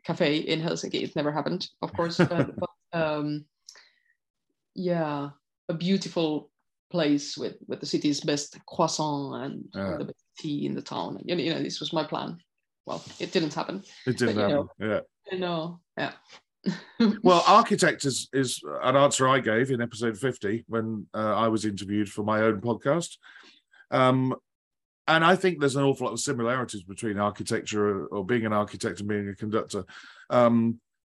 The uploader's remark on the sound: This interview was recorded on 24th October 2022 via Zoom.